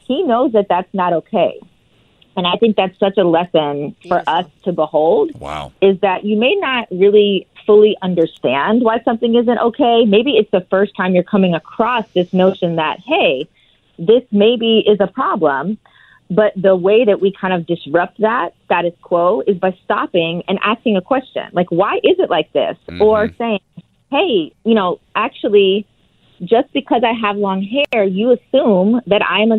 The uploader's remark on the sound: is calling